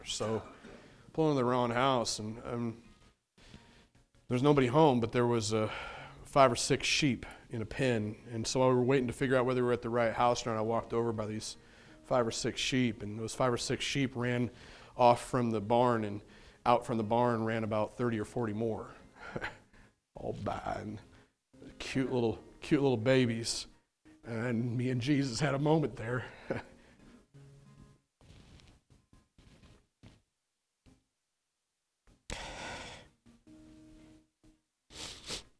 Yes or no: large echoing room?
yes